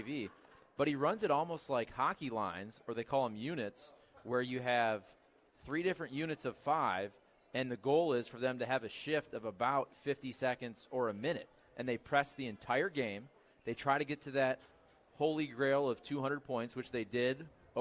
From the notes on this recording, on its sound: broadcasting live from the STL Golf Expo